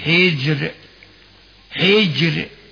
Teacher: ترقق الراء لأنها وقعت بعد كسر